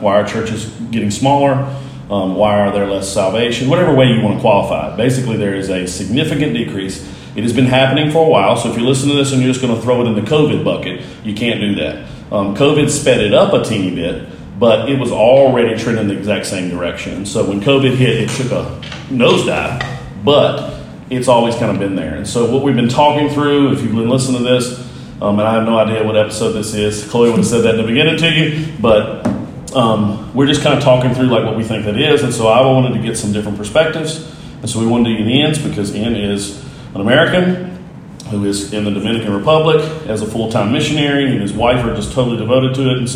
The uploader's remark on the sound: This conversation was recorded on an iPhone in the Dominican Republic.